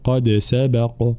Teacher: انتباه إلى قلقلة الدال ثم قلقلة القاف حال الوقف